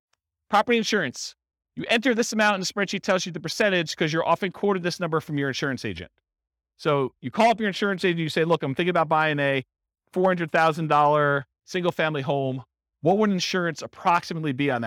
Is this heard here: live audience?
yes